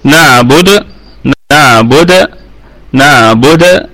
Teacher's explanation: الباء، الباء قلقلة نسبية لأنها متحركة، والدال أيضا في حالة الوصل نعبد، في حالة الوصل أيضا قلقلة نسبية، أما وقفا فهي قلقلة وسطى لأنها ساكنة متطرفة.